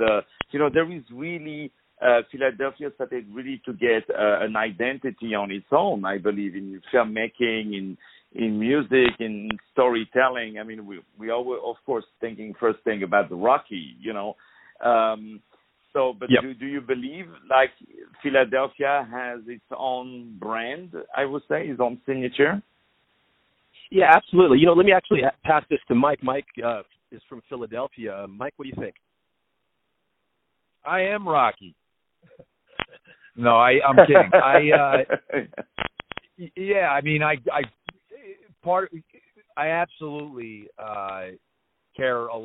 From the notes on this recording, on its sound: On the phone